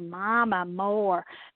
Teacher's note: bilabial sounds that you make with both of your lips. So bi means two and labial means lip.